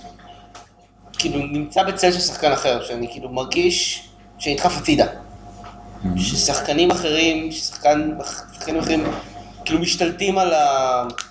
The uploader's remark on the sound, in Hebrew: חלק שני של ההקלטה שערכנו בערב המשחקים הגמדי ברומ"ח